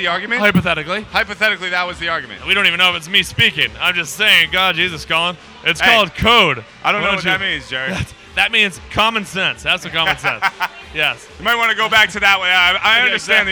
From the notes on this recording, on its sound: Live From The Greatest Bar.